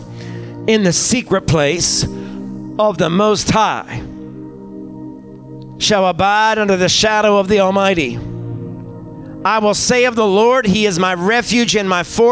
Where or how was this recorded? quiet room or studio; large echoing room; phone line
large echoing room